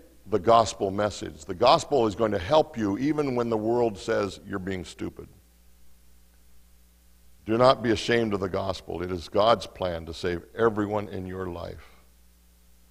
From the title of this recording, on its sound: Mt. Zion Church Live!